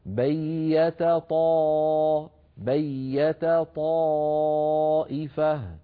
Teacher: لكن التاء مرققة والطاء مفخمة، فعلى القارئ أن يبين ويخلص ترقيق التاء من تفخيم الطاء، هكذا بيت طاء بيت طائفة، ولا يقول مثلا بيت طائفة، يخرجهما كأنهما طائين، هذا لابد أن نحذر منه.